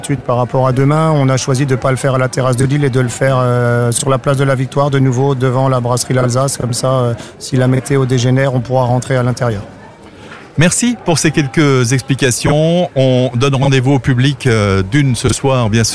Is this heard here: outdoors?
yes